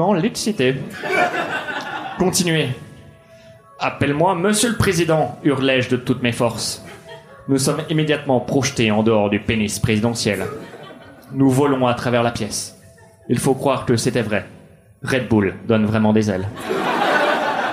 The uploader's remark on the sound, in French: Enregistré en live et en public au One More Joke.